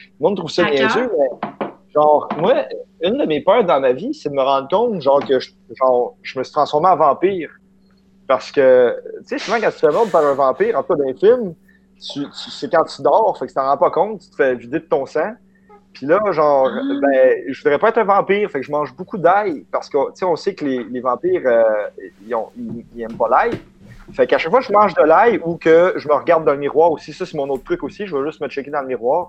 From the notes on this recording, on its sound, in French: Enregistré sur appel vocal Facebook